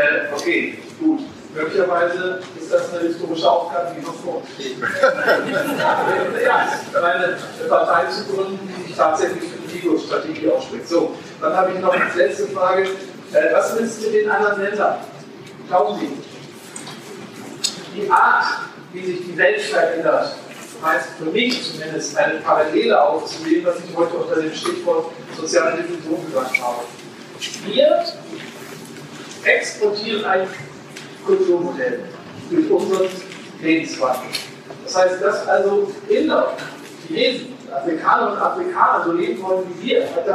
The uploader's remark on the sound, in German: Wir dokumentieren hier die Diskussion der DGB Hochschulgruppe. Die schlechte Tonqualität ist zu entschuldigen.